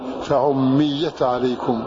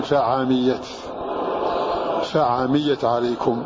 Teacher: بضم العين وتثقيل الميم · Shown in: first take